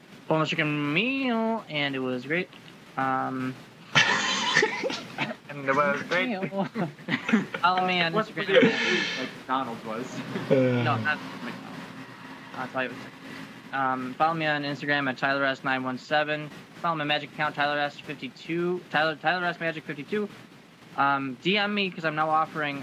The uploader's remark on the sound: WARNING! Major Audio Issues. We would like to apologize for the terrible audio. We have no idea what happened.